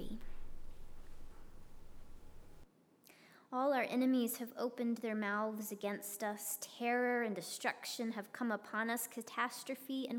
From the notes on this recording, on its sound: preached at Northminster Church on March 8, 2020